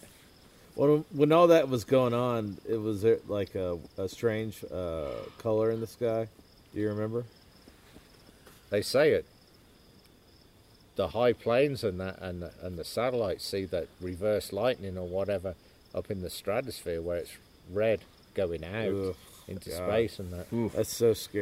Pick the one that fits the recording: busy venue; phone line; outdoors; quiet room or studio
outdoors